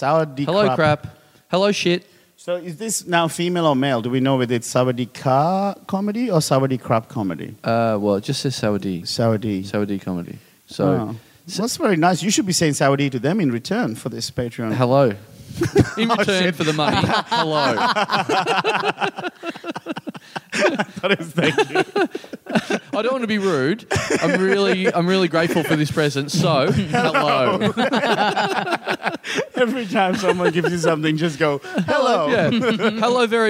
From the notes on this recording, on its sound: We are live from the 2018 Koh Samui International Podcast Festival, talking shit on the beach in front of an audience of over two hundred people who've come on this insane trip with us!